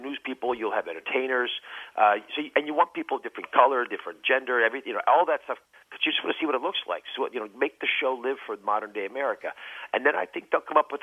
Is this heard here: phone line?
yes